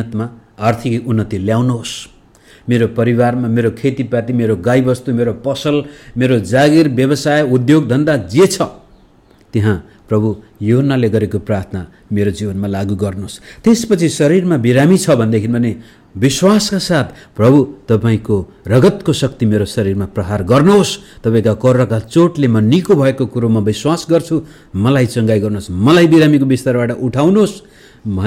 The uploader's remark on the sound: Message preached to Shanti Jeevan Church, Kathmandu, Nepal